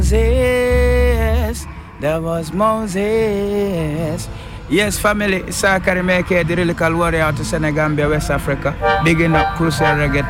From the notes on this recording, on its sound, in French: Interview réalisée au Festival DubCamp 2023